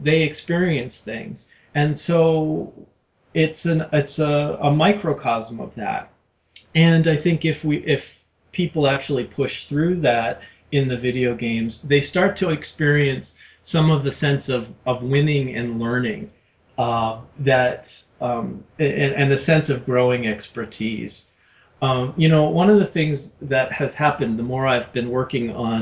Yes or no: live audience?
no